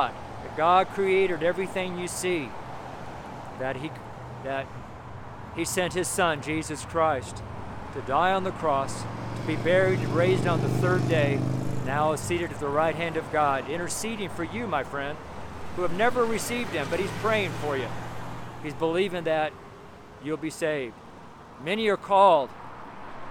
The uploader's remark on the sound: STREET SERMON